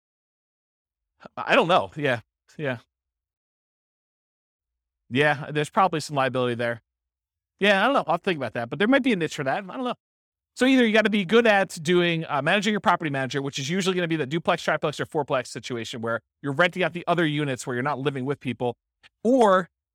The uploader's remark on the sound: This was a live class recorded